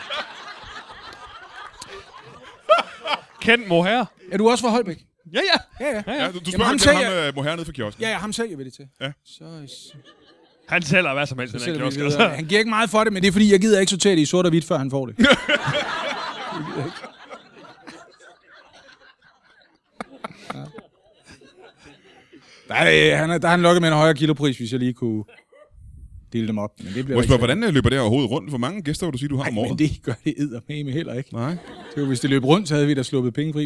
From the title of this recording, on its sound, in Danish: LIVE fra Holbæk